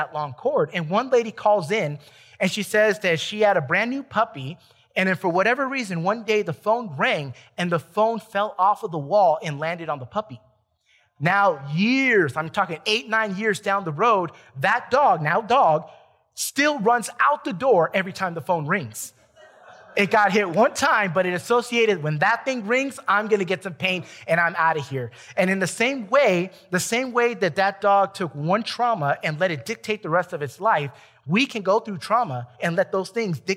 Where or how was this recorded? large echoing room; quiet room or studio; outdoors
large echoing room